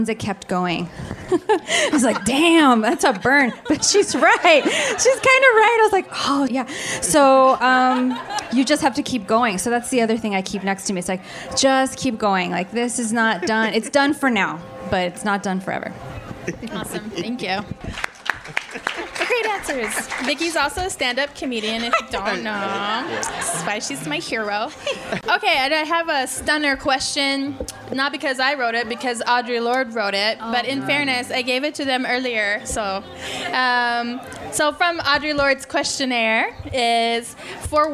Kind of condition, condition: setting, live audience